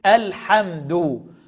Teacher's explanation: الحمد، اللام هنا لام قمرية حكمها الإظهار. الحمد، وإوعى تقلقل اللام تقول الحمد.